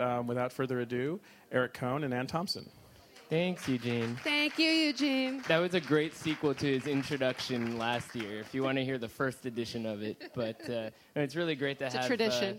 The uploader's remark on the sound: Record this week's episode in front of a live audience at the 2016 Cannes Film Festival.